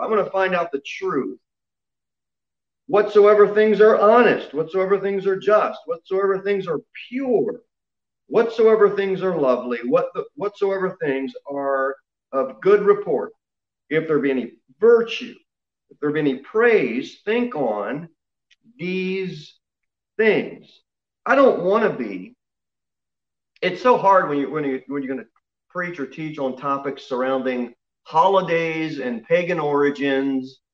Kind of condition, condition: setting, large echoing room